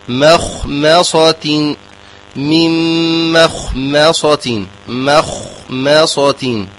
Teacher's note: فالميم مرققة، ثم خاء مفخمة، ثم ميم مرققة، ثم صاد مفخمة